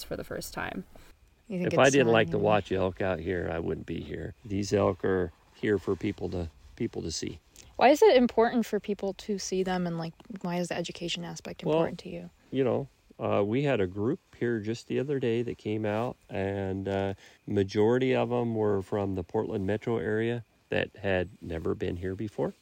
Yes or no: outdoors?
yes